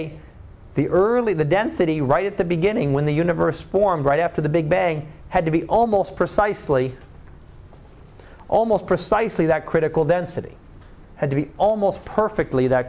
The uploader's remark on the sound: Live Class Lecture